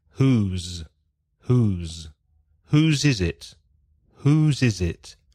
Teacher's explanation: The sound is with vibration, vibración, in the throat, in a garganta. So you can feel your vocal cords vibrating like a Z.